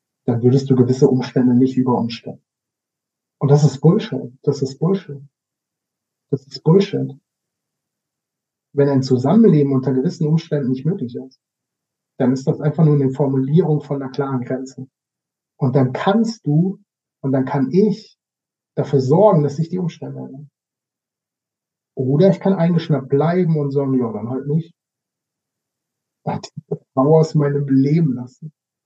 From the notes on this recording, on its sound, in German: Ich mag mich für die Ton-Qualität entschuldigen, da ich da etwas unaufmerksam war